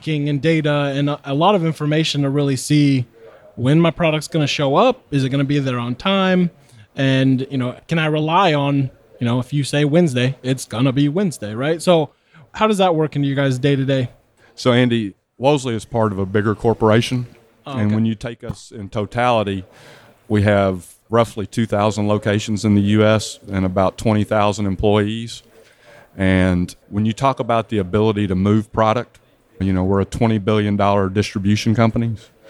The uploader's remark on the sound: At the 2019 work boatshow in New Orleans, Louisiana.